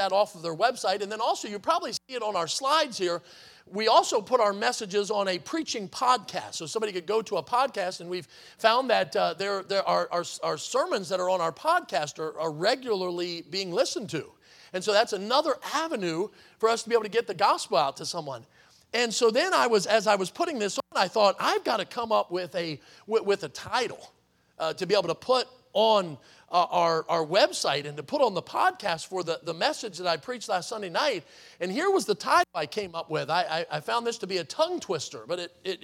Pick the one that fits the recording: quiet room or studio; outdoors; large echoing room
large echoing room